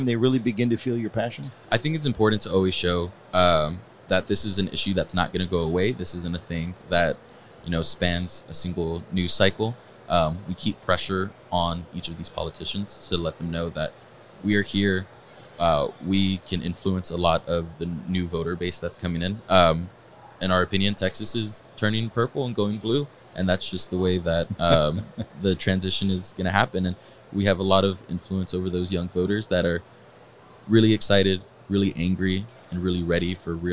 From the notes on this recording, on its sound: at the 2023 Earth Day EARTHx event in Dallas, Texas